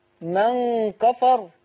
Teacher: من كفر الغنة هنا مرققة لأن الكاف مرققة